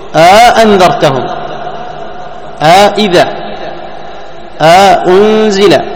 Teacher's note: أأنذرتهم أئذا، تمام، أأنزل، ها، ومنهم منهم من يدخل ألف بين الهمزتين لأنهم يستقلون يعني تقارن الهمزتين فيدخلون الألف الفاصلة يسمونها ألف الفصل ويسمونها ألف الإدخال